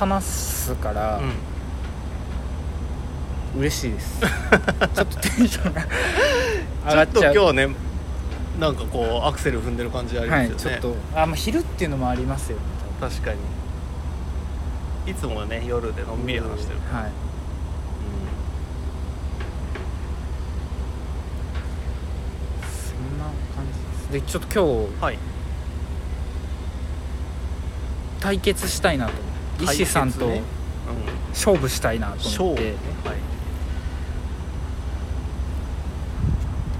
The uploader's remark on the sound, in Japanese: 屋上で収録した。外気と一緒。